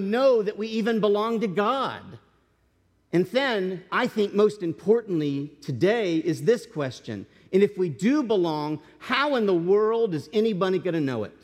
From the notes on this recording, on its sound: This message was delivered as a sermon to the congregation